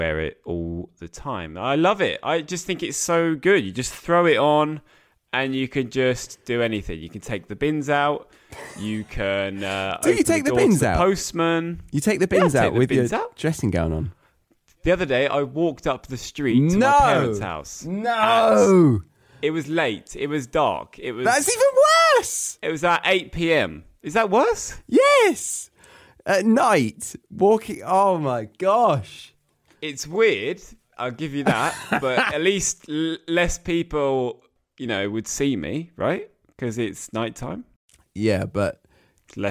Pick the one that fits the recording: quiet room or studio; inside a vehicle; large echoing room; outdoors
quiet room or studio